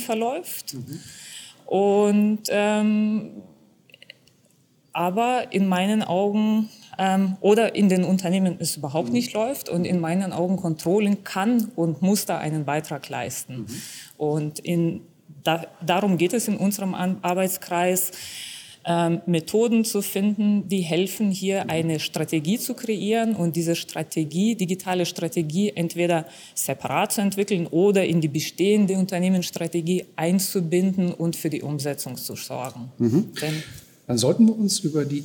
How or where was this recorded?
busy venue